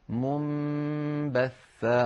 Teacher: المثال الثالث منبثة، فوضعت اللجنة فوق النون الساكنة ميما صغيرة دلالة على أن على القارئ أن يقلب هذه النون إلى ميم ثم ينطق الميم مخفاة بالباء التي بعدها · Term: الإقلاب